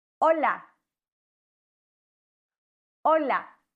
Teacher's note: Das H ist im Spanischen immer stumm.